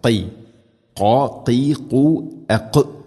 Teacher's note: വഇദാ ഖീല ലഹും, ഖീല ഖാഫ് തൊണ്ടയുടെ മുകൾ ഭാഗം, അത് കഴിഞ്ഞ് ചെറുനാക്ക്, ഖൈ ഖാ ഖീ ഖു അഖ്.